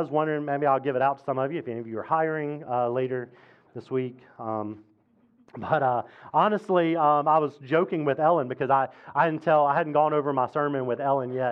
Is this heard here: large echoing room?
yes